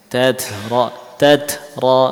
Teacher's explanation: meringankan bacaan huruf ta tadi dengan memunculkan nafas tad. Nah, jadi lebih ringan.